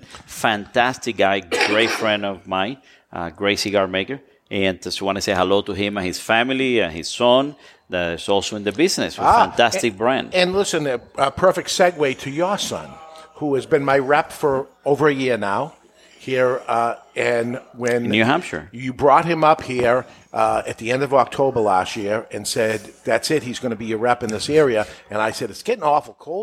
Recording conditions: live audience